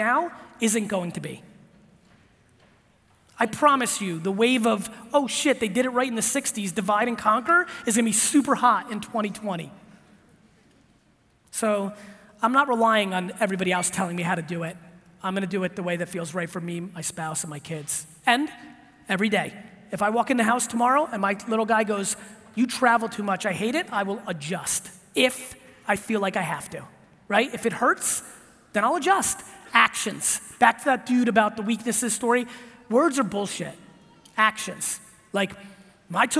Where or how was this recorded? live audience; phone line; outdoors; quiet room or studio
live audience